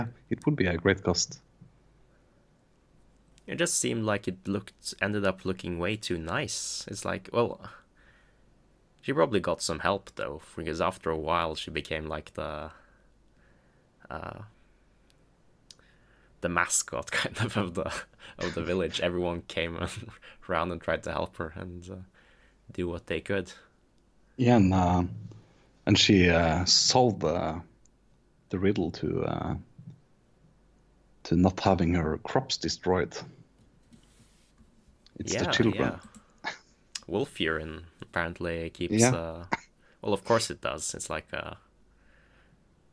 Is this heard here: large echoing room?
no